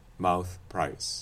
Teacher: both mouth and price are followed by voiceless consonants, they're poor choices for lexical set words for Canadians, yes, because we do Canadian raising on both of them.